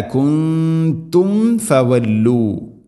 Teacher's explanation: സാക്കിന മീമിന് ശേഷം ഫ വന്നാൽ രണ്ട് ചുണ്ടുകൾ തമ്മിൽ തട്ടിച്ച് മീമിനെ പൂർണ്ണമാക്കണം